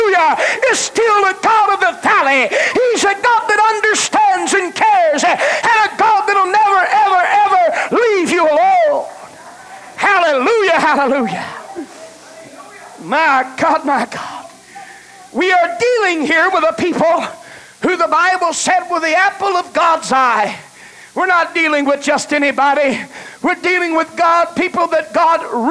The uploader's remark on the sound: delivered November 12, 1989 at First Apostolic Church in North Vernon, Indiana